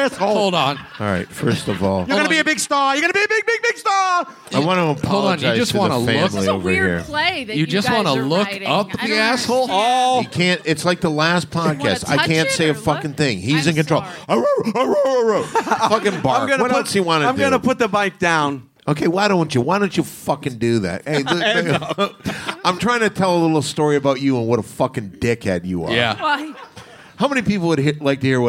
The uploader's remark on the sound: LIVE FROM THE COMEDY STORE